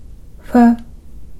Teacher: 唇を少し開けてその隙間から息を吹いて出す摩擦音です